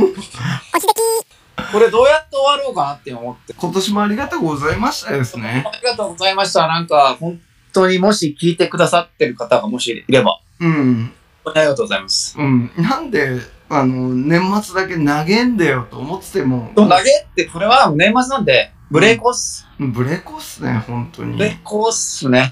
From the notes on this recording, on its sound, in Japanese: 暴走し続けるオンライン忘年会の件(音質悪回)。オンラインのため、音質悪くてすみません！